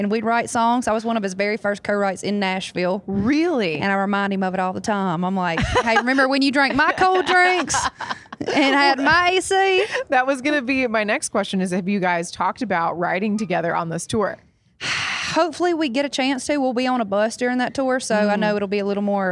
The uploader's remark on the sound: Backstage at Audacy's Leading Ladies Live.